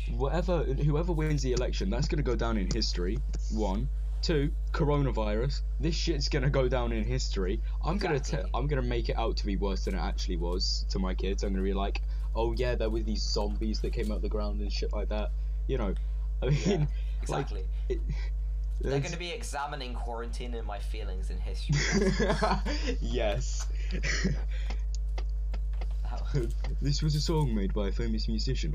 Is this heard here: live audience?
no